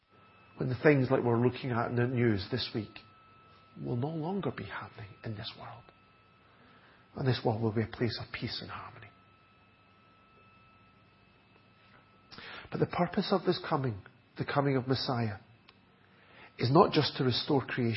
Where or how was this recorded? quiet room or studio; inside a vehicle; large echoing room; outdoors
large echoing room